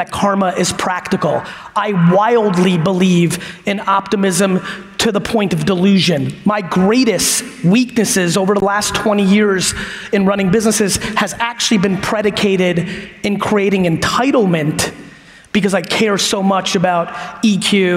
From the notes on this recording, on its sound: from the LinkedIn Talent Connect Keynote I gave in Dallas